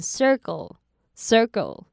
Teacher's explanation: 那 cle 的 k 可以念成类似 g 的音